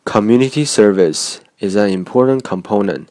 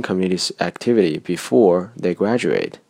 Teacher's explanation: 第一处 community 是被强读的，所以其中的第二个音节 mu 被读得非常饱满，且带着声调 tone 和更高的音高 pitch · Shown in: first take · ，而第二处 community 没有被强读，于是。第二个音节 mu 变得很短，并且没有明显的声调。这段录音中所有被强读的词汇在以下的文本中被加重标记，而没有标记的就是被弱读的。Community service is an important component of education here